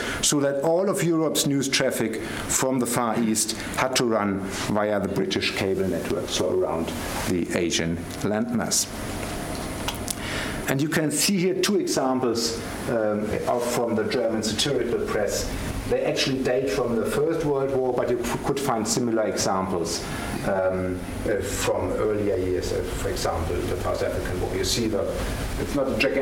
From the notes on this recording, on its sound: Gerda Henkel Visiting Professorship Lecture. The lecture was given on 29 November 2016 at the London School of Economics and Political Science.